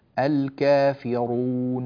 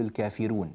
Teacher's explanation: في قوله تعالى قل يا أيها الكافرون ننبه إلى تفخيم الراء، طبعا في رواية حفص عن عاصم الراء مفخمة · Shown in: first take · الكافرون ولا نقول الكافرون، فننبه إلى الاهتمام بتفخيم الراء.